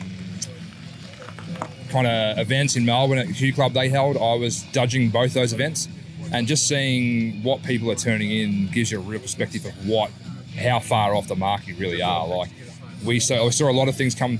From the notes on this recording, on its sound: Live at Meat Meet 2019. Come down to Horsham in Victoria for the Meat Meet BBQ Competition.